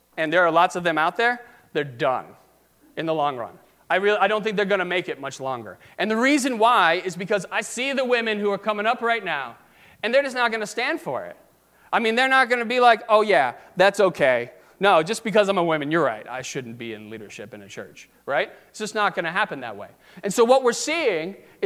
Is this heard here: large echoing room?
yes